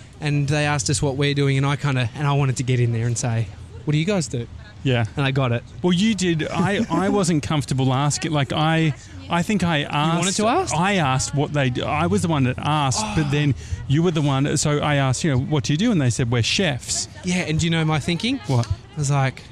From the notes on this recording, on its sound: Walking The High Line In NYC. The High Line is a former New York Central Railroad, now 2.3KM park. While we walk along the park, we chat. We do a live vox-pop!